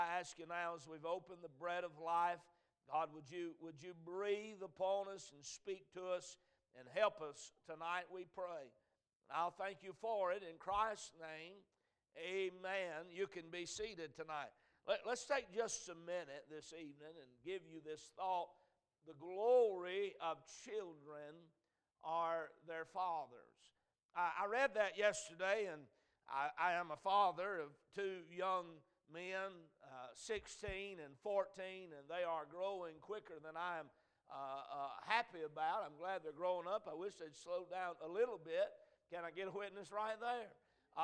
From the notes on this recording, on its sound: A message preached at Crossroads Baptist Church.